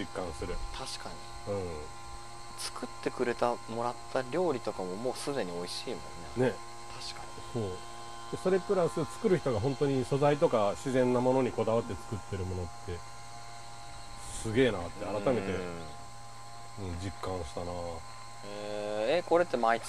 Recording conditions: outdoors